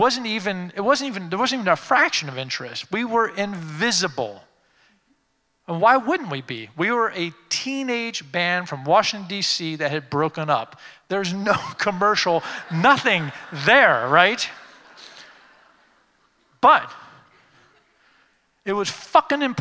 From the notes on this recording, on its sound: Creative Time Summit DC: Occupy the Future. Keynote speaker at our 2015 Summit, Occupy the Future, which took place in Washington, D.C.